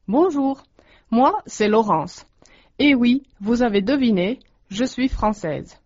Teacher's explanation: Huomasit kai, miten ääni nousi ja laski lauseissa. Ilmiötä kutsutaan nimellä intonaatio.